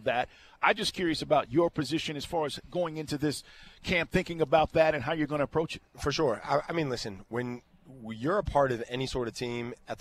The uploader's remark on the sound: LIVE from Mercedes-Benz Stadium